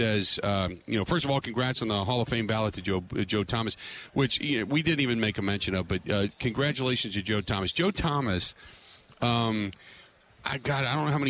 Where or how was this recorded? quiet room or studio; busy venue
busy venue